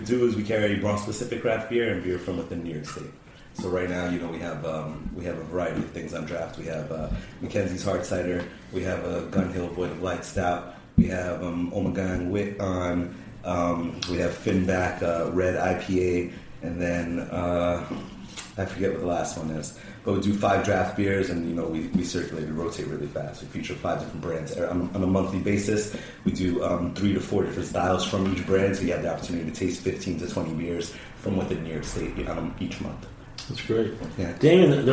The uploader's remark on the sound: Recorded a special off-site show in the Bronx for a celebration of NYC Beer Week.